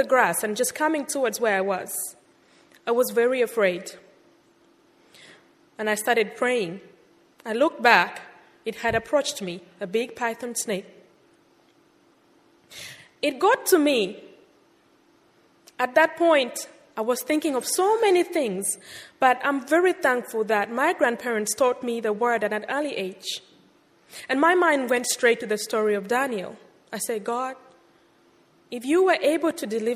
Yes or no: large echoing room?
yes